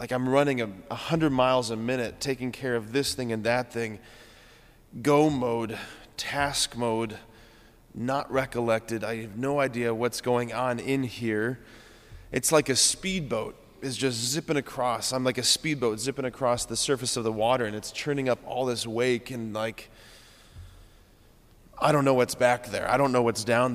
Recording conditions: large echoing room